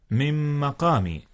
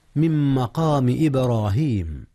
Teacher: أدغمت نون من في ميم مقام، وكلاهما من أحرف الغنة · Term: إدغام